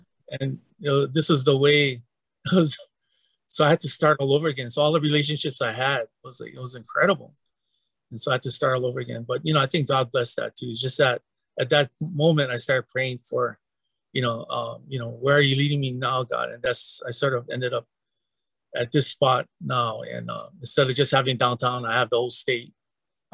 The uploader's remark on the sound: It is a little different as we recorded it in a members only webinar for the Equippers Lab. You'll hear pastors asking questions which probably makes this richer than if it were a straight interview.